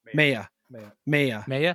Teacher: you got to stress the first, not the last vowel